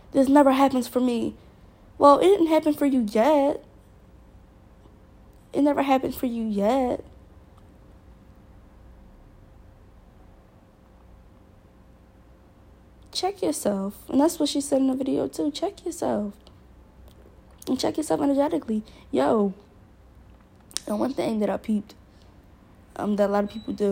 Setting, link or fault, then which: fault, sounds in the background